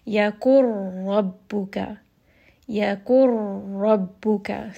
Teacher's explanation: So you can hear there is no sound of noon, there is no ghunna. Instead, we are going to merge straight into that heavy ra. · ra here does have a fatha, so it is going to be heavy.